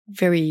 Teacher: Just a lot of stress on the first, on the first syllable